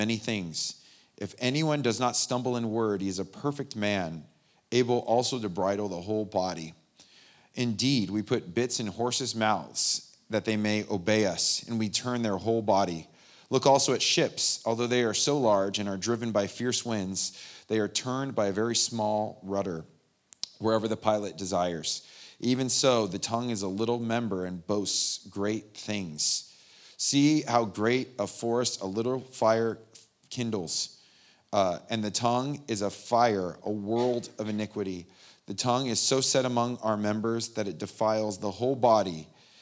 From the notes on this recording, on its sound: The live recording of the 10am Sunday Service at Steadfast Church in Carlsbad, California